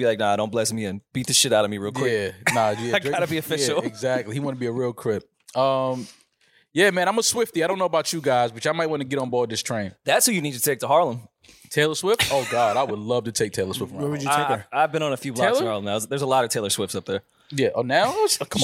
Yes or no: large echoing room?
no